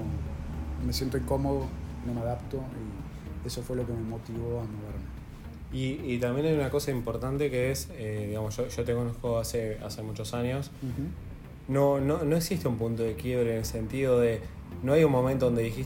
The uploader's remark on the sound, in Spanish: Este episodio tiene ruidos de fondo por las circunstancias en las que grabamos.